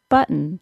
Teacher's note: when we have a vowel between a T and another consonant, this vowel is eliminated